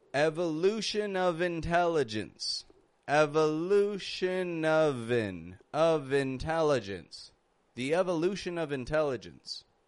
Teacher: We are totally using that V sound to link those words together.